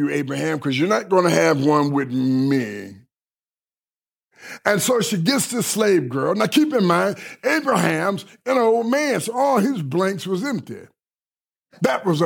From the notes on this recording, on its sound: delivered at Kingdom Center Rockford